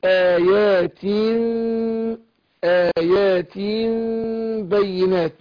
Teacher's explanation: فانا بقلب النون ميم وبنطق الميم مخفاة مع الاخفاء فاقول آيات باء الميم بتخرج بانطباق الشفتين بس عند